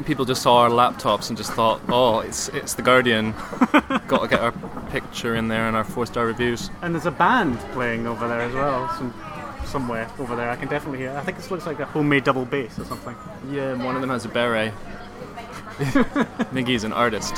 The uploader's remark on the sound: Special shows from the Edinburgh Festival Fringe! We struggle with background noise and a wobbly table on a wobbly floor.